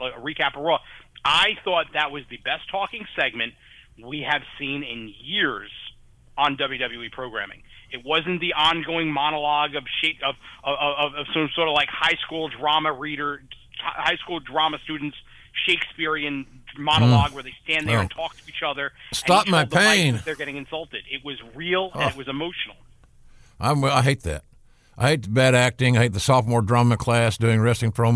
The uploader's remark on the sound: called